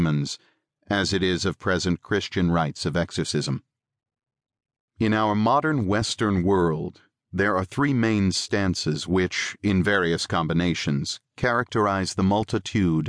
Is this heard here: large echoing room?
no